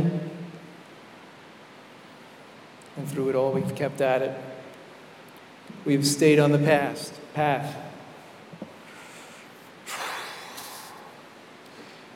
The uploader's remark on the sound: Keynote Address at MLP Conference, Rochester, NY